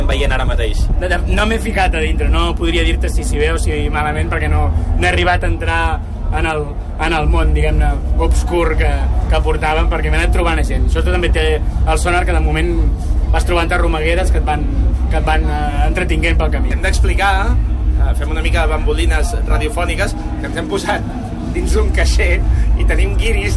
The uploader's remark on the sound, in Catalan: Ens passegem amb un micro a la mà durant la primera jornada del festival. Parla el Sónar.